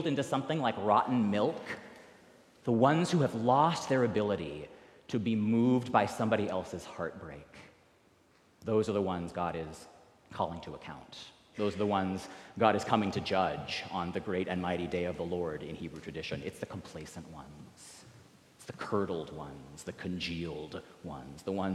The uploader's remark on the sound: recorded live at the 10:00 am service on November 19, 2023